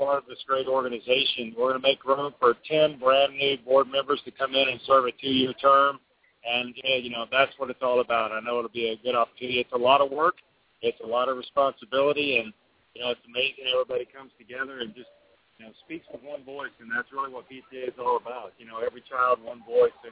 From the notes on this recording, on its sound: Live From National PTA Convention. Live daily updates from the National PTA Convention in Austin, Texas.